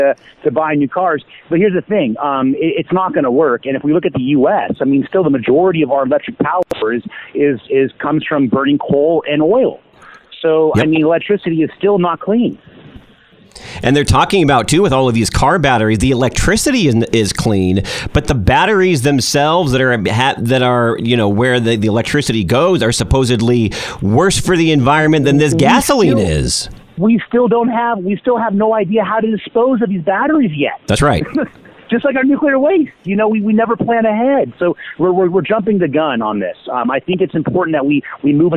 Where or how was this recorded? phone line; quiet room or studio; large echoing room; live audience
phone line